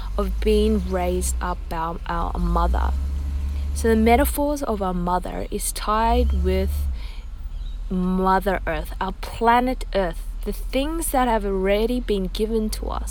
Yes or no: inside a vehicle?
yes